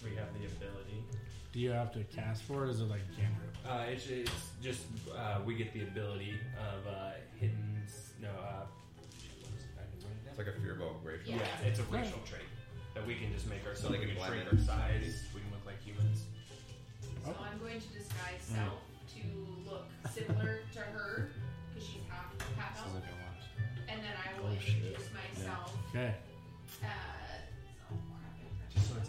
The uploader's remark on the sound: Disclaimer: Audio may be quiet, we apologize for any difficulties.